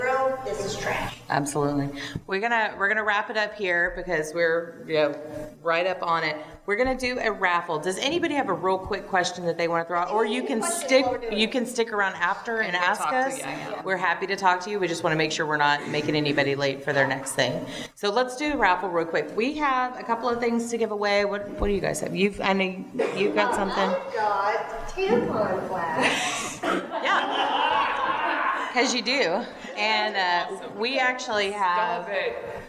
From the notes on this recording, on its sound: Women in Podcasting Panel (Houston Comicpalooza).